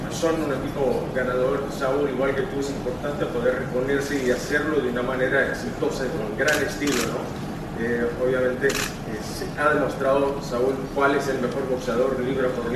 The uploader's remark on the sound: NYC Press Conference